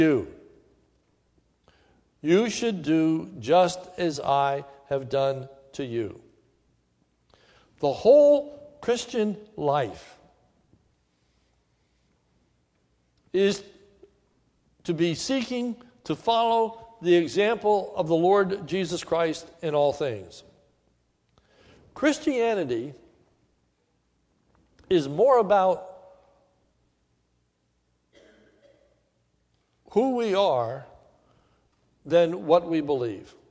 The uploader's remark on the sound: This is a sermon recorded at the Lebanon Bible Fellowship Church in Lebanon, PA om 8/14/2016 during the morning service